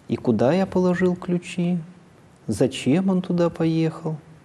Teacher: ИК-6 употребляется при выражении недоуменного вопроса и вопроса размышления, обычно с центром на вопросительном слове.